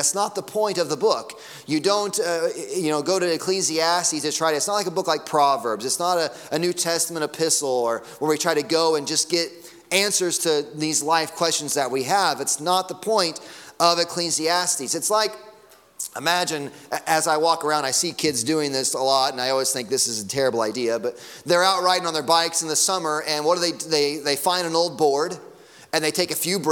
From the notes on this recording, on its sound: Sunday morning sermon audio.